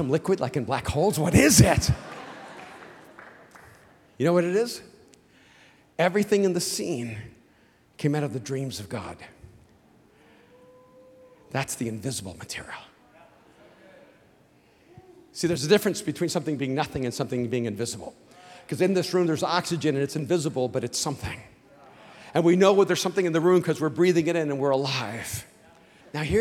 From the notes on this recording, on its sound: speaks on TBN's Praise at Mosaic Conference